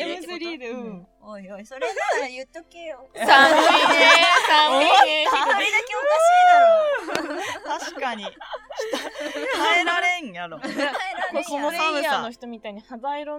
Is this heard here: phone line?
no